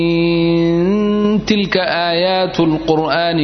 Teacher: سورة النمل ليس فيها خلاف نونها مخفاة في التاء طاسين تلك آيات القرآن وكتاب مبين هذا قولا واحدا وإخفاء لكن